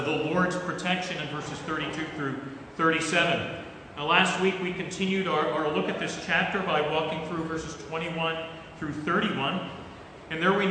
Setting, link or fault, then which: setting, large echoing room